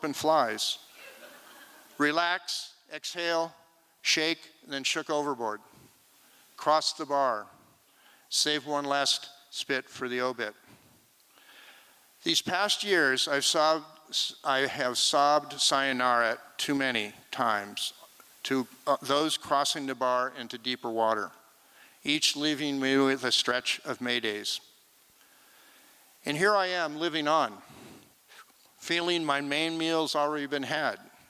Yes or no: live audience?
yes